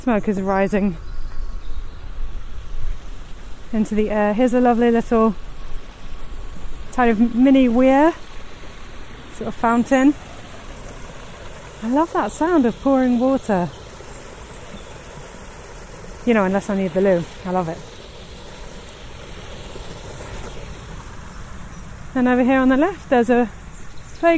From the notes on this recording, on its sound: This podcast is recorded in 3D sound! She invites you to join her out and about as she captures those small, magical moments of everyday life, in sound. River Ouse.